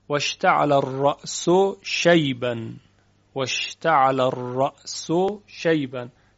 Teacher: حرف سین ادغام می شود در شین